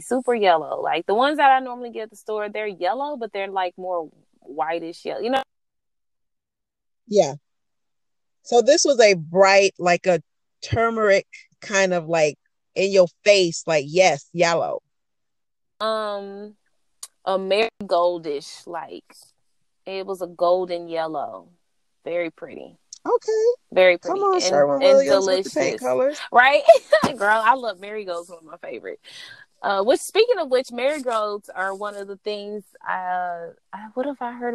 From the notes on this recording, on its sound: recording in her dad’s car